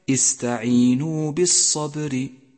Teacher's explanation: احذر من بتر حرف المد من قوله تعالى استعينوا بالصبر، فخطأ أن تقول استعينوا بالصبر، والصواب كما قلت لك استعينوا بالصبر.